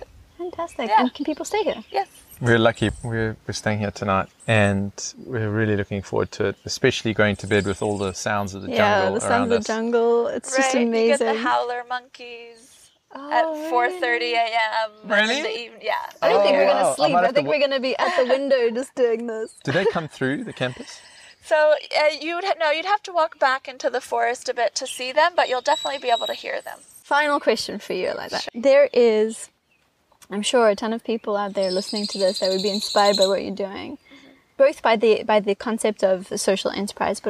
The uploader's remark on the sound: In the gardens of the Jungle School in San Andres, Petén, Guatemala. The birds were singing, the spiders jumping and the wind blowing so please forgive the range of noises and momentary distractions. This interview was done outside so the audio can be a little windy at times!